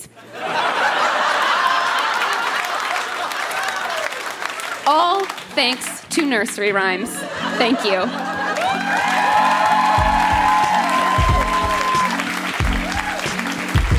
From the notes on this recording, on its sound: Recorded live at the Tranzac in Toronto, ON.